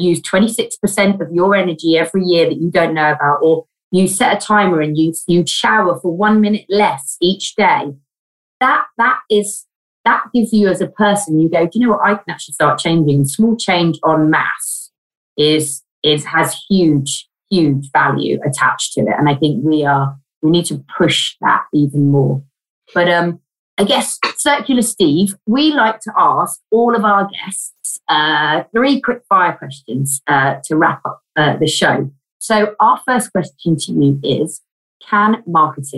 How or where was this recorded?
video call